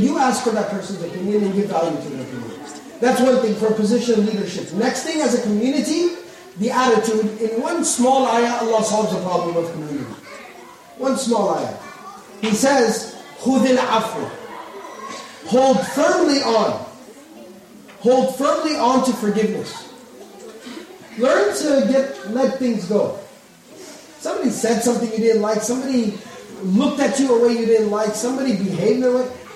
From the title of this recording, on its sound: Lecture Night Q And A Session